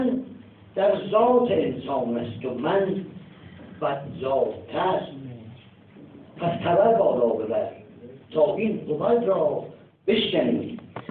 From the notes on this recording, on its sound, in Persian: بصورت حضوری. کیفیت پایین صدای ضبط شده از جلسه مناظره.